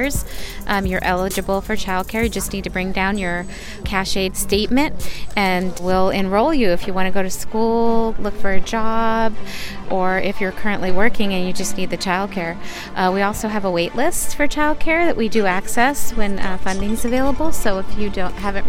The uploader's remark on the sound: Interviews from the recent Resource Fair in Antioch. Music performed live from the Resource Fair.